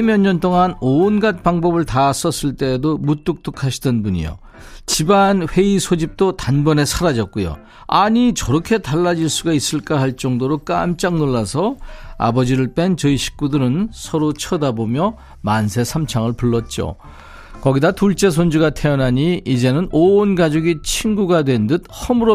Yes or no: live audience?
no